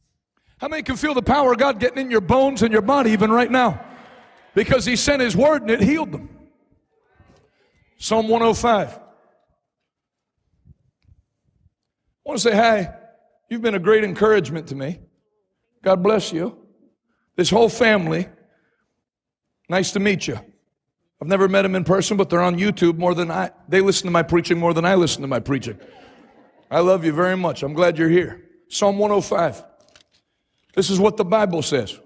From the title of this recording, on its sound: LIVE in Harlingen, Texas: Night 1